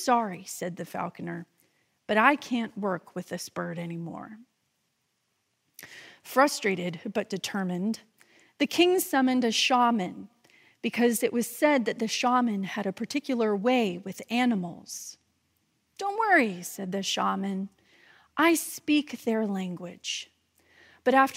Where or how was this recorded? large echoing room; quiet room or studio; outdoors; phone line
large echoing room